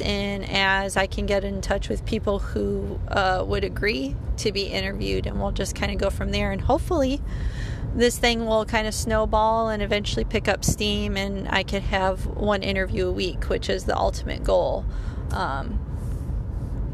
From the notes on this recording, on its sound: Forgive the less than stellar audio quality - this was recorded in my car with no editing, so it is what it is!